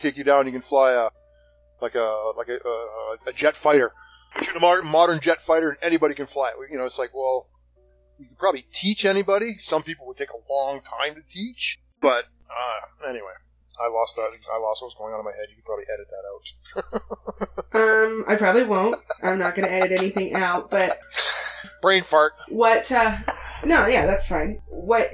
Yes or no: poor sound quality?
yes